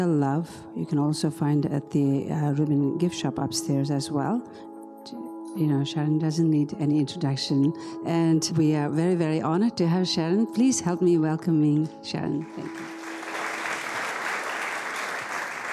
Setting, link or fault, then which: setting, live audience